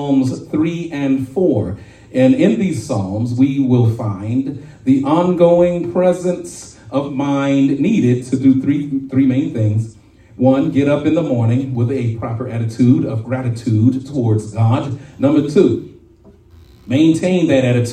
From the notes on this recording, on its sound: shared this message live at RACC on 5/7/23